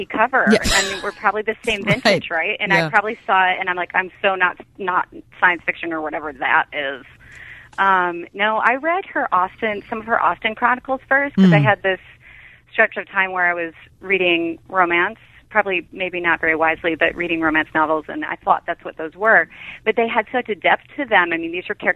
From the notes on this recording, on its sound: Go to the phones.